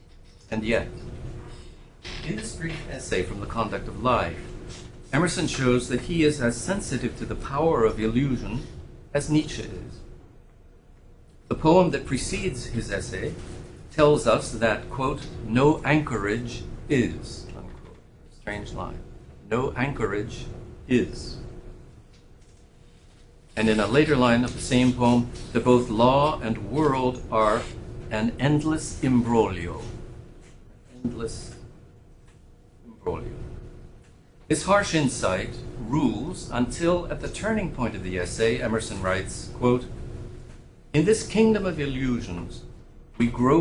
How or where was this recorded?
large echoing room